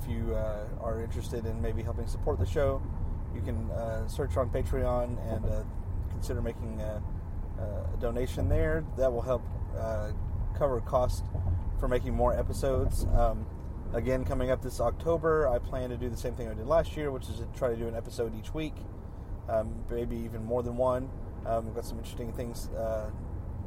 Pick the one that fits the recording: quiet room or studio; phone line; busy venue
busy venue